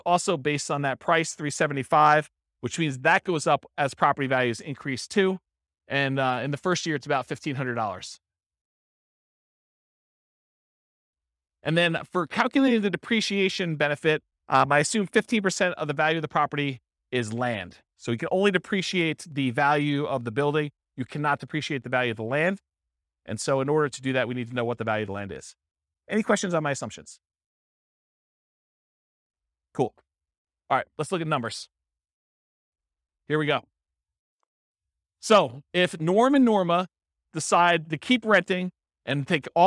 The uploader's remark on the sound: This was a live class recorded